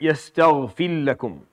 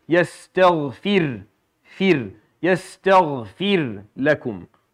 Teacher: It's muraqqaq here, I mean it's a light ra, it's not a heavy one. But you have to make sure that it does not end up being fused into the lam and disappearing altogether. · Shown in: second take · At least in our qira'ah.